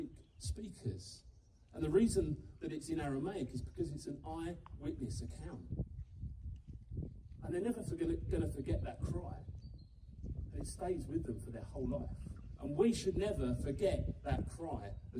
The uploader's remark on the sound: live up at the Garden Stage in the grounds of Oak Hall Manor